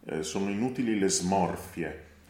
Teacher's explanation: Smorfie, the S is very smooth and sweet and voiced.